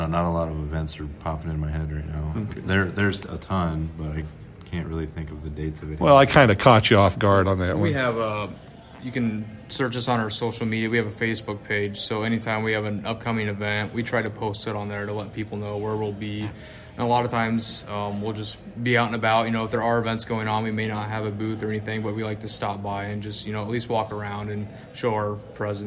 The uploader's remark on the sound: at the Kenny Norton Southeast Iowa Farm Show 2023 at the Fairfield Arts & Convention Center